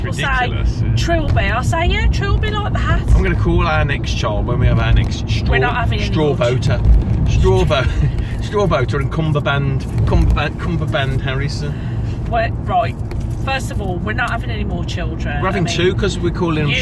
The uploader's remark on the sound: Recorded on the car journey home from work